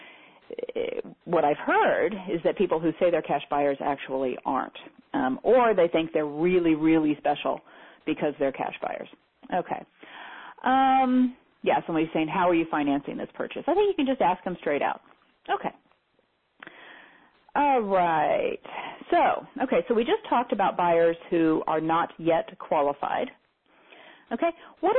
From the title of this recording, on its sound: Teleseminar Recording